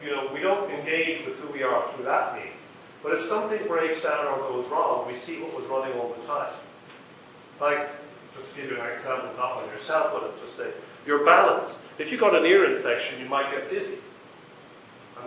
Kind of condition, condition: setting, live audience